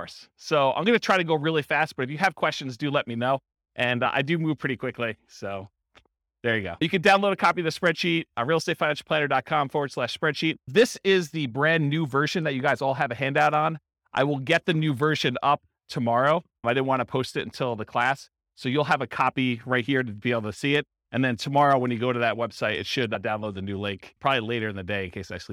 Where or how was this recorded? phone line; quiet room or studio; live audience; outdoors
live audience